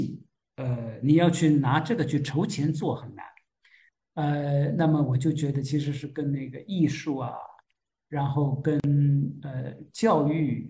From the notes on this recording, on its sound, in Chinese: 线上活动的部分现场录音剪辑版。